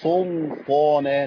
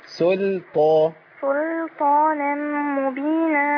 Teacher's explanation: واللام هنا مرققة في القرآن كله إلا في اسم الجلالة في مواضع معينة · Shown in: second take